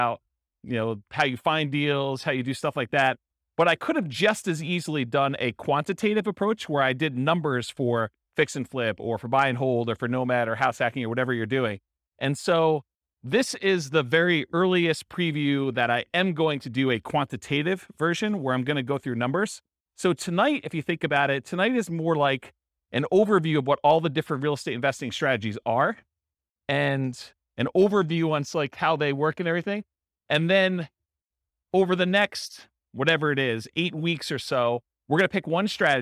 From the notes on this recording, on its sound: In Concord, California. This was a live class recorded. Live in-person version.